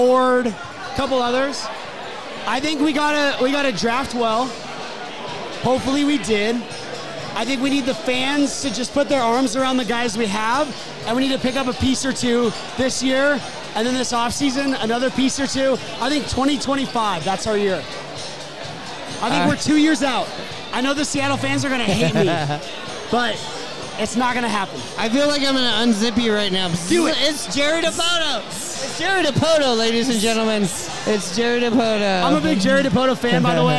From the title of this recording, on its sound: Recorded from Pioneer Tacos & Tequila!